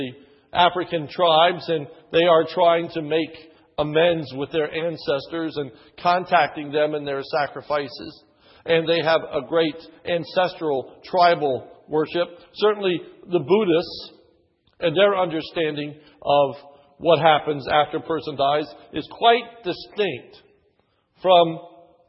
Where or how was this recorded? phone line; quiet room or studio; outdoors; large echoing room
large echoing room